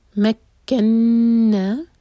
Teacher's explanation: یہاں پر مکنا نون غنہ، نون پر شدہ ہے تو نون کو ہولڈ کریں گے اور دو حرکہ لمبا کھینچیں گے